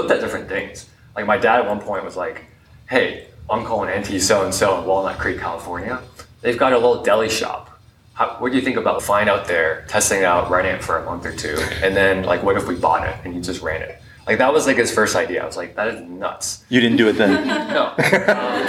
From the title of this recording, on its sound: LIVE SHOW